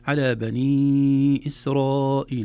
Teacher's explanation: الأول مد جائز منفصل، نمده في حفص 4 حركات. إسرائيل مد واجب متصل، نمده 4 حركات